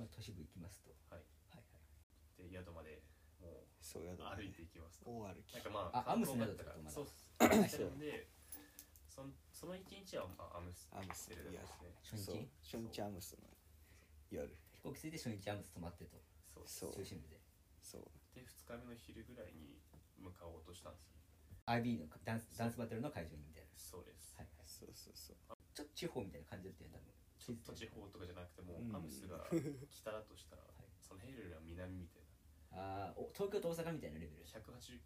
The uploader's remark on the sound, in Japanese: 初撮影の為、音声小さいです。